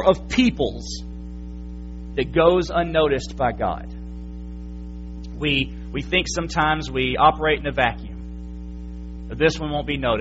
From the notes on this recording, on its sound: January 8, 2017 PM Service. FBC Sulphur, LA.